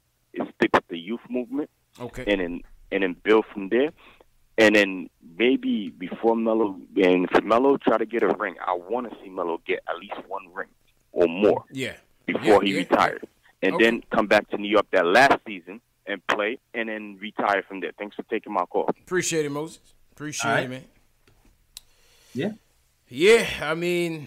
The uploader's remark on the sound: take live phone call reactions from fans around the world